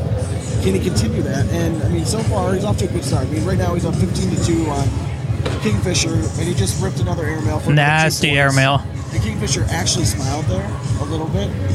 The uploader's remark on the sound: Live from Sig 2!!